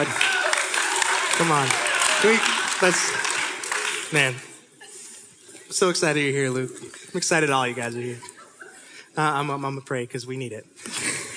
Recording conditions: live audience